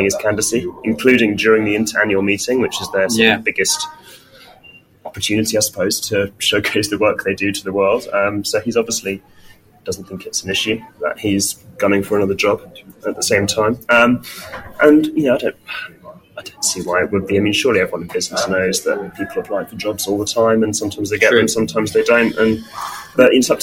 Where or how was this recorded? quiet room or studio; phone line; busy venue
busy venue